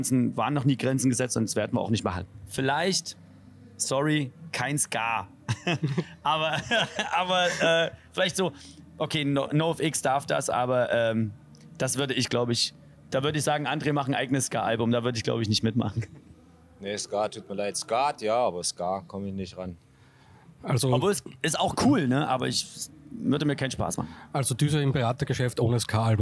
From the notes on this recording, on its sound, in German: Unserem Interview mit den beiden am diesjährigen Maifeld Derby Festival. Maifeld Derby Festival 2022. Unter der wunderbaren Atmosphäre der Reitertribühne nahmen sich die beiden Zeit.